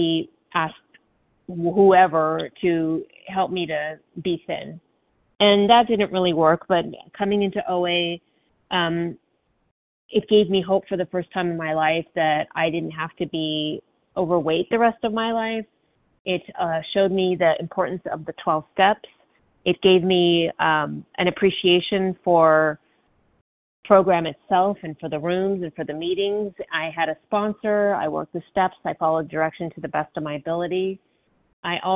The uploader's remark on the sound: from the 100 Pounders Phone Meeting